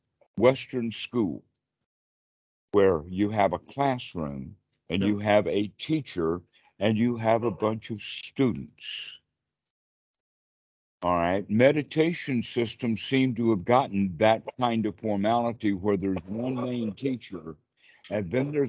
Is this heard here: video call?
yes